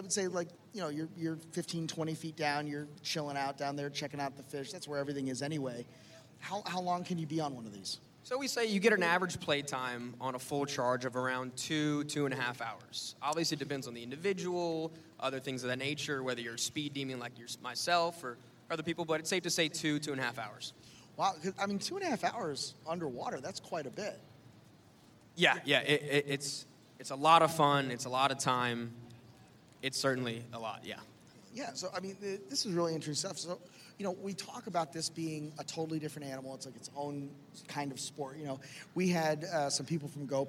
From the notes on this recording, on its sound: LIVE from LONG BEACH. Live episode.